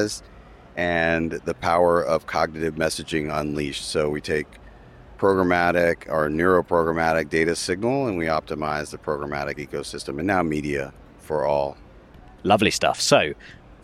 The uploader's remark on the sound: Headed out of the studio to ask industry stakeholders their ‘Meaningful Media Fast Five.’. Recorded during the Cannes Lions International Festival of Creativity 2022.